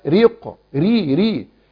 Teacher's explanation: لما بنقول بنقرأ كلمة ريح، كلمة ريح، شوفي الراء مكسورة فبقرأها ري · Term: الراء المكسورة